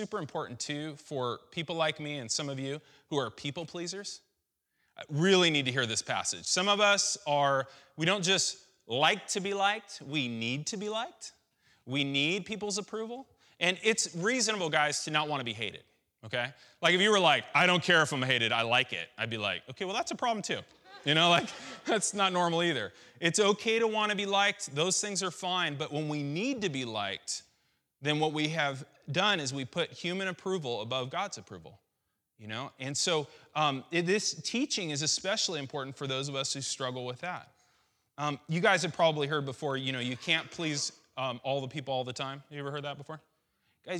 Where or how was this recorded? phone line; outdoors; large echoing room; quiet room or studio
large echoing room